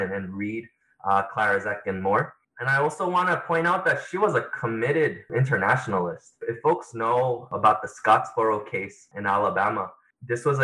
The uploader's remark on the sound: This podcast is a Zoom recording of one of the sessions of our Revolutionary Feminism course.